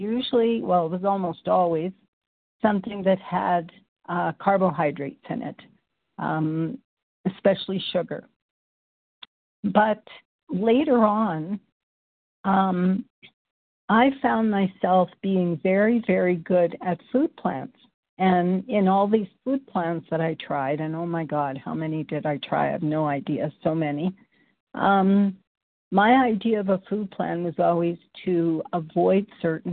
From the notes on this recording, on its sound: qualification from the 100 Pounders Phone Meeting